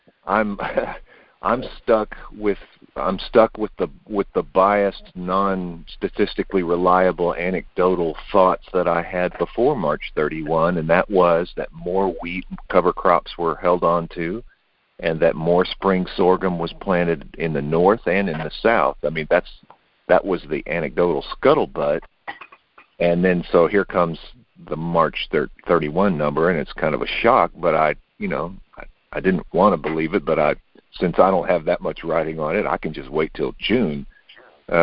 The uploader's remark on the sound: Monthly Conference Call